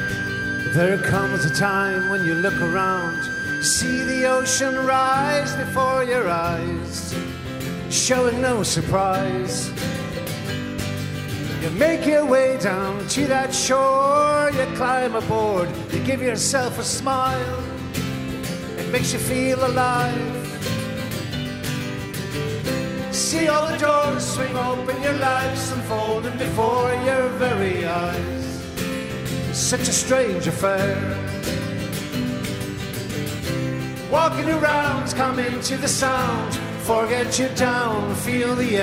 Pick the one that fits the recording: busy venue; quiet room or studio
busy venue